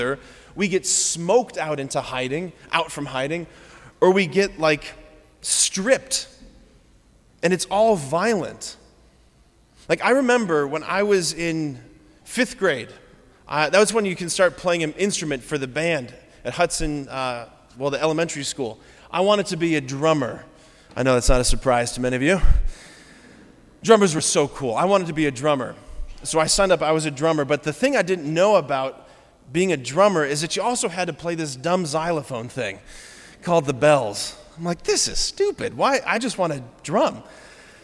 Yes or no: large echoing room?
yes